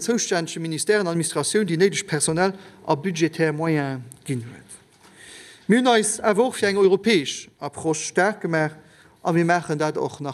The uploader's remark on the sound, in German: live aus der Chamber